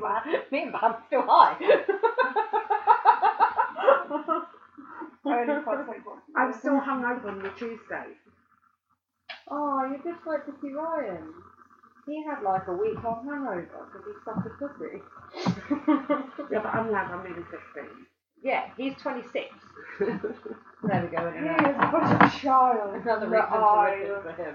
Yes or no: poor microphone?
yes